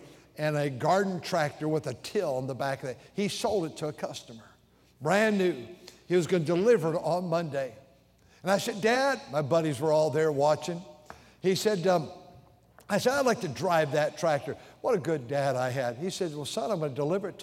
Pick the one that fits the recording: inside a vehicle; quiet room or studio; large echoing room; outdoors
large echoing room